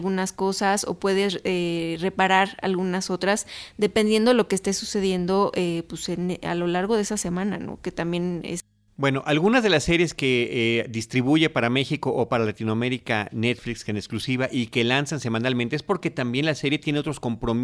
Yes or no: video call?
no